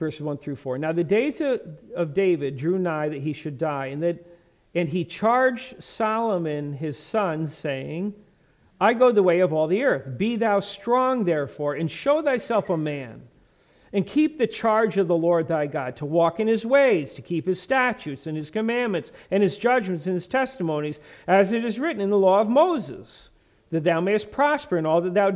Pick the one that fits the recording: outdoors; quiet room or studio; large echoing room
large echoing room